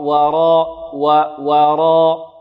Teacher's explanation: نرقق الواو ونفخم الراء. وراء وراء، ونفخم الألف التي بعد الراء لأنها تتبع ما قبلها الألف. · Term: التفخيم والترقيق